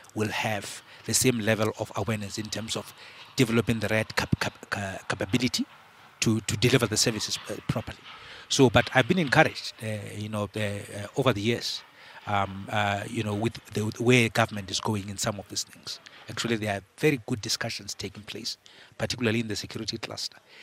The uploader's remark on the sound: We are coming to you live from the Inanda Club in Sandton where the Council for Scientific and Industrial Research, also known as the CSIR, is launching its technology commercialisation enterprise known as CSIR C Cubed.